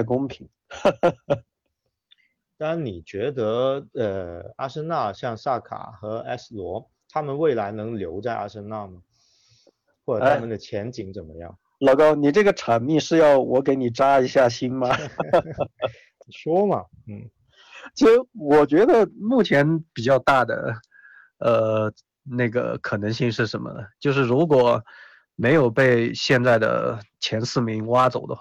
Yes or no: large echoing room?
no